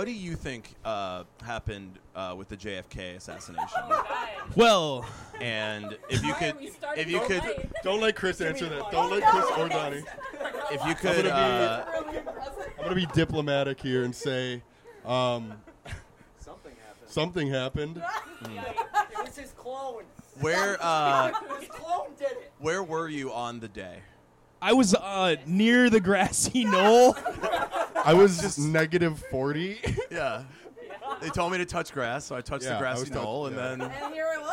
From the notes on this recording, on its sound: from a LIVE recording